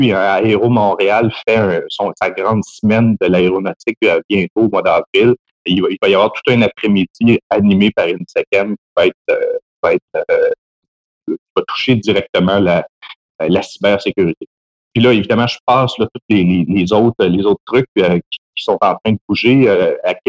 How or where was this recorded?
video call